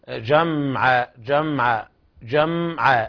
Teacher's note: لابد من الغنة في الميم بقدر بيان أصل الغنة فيها، لا تغني مقدار حركتين، لابد أن نبين التوسط فيها بين الشدة والرخاوة.